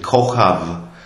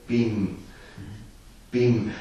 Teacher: Aber eigentlich ist es eben kein B, sondern ein W, ein V. · Shown in: first take · Es wird zum V aufgeweckt, weil das B hat auch zwei Ausspracheweisen, entweder als B oder als W.